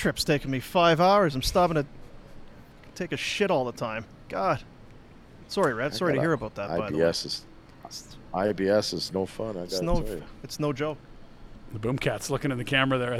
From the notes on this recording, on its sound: LIVE from the Grey Eagle Resort and Casino.